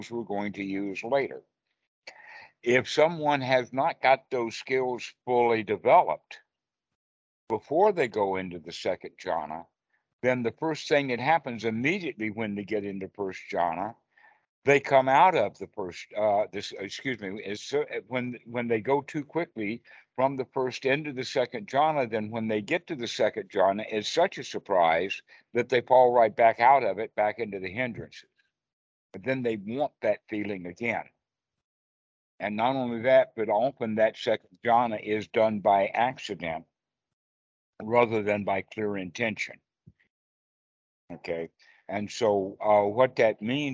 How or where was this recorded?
video call